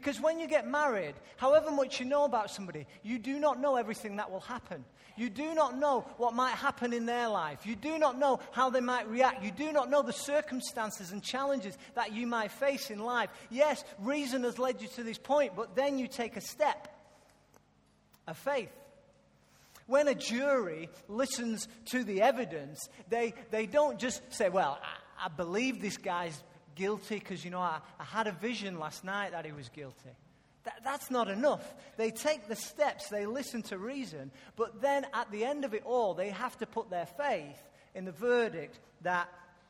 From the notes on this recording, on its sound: Recorded live at Life Church on Sunday 21st December 2014.